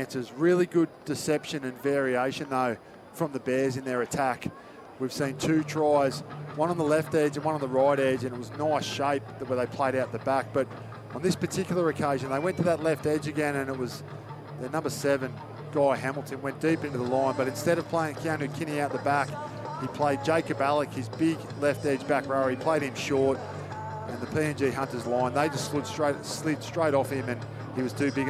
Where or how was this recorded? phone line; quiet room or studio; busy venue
busy venue